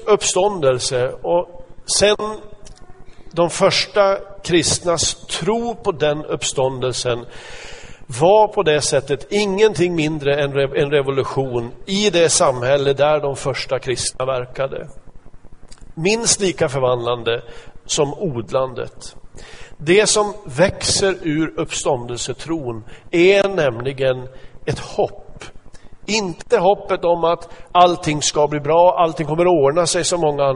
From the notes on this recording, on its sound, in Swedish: Inspelad i Smyrnakyrkan, Göteborg 2014-11-02.